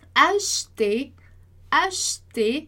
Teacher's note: quando o E está sozinho, como no caso de acheter, acheter ou chose, chose, ele vai quase que sumir ali da palavra